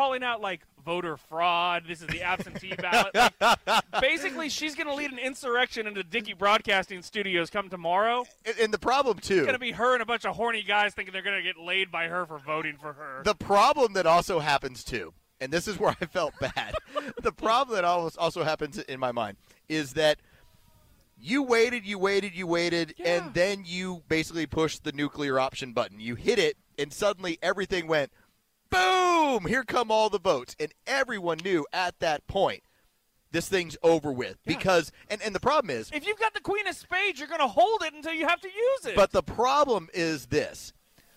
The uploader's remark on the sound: LIVE from Good Game in The Battery.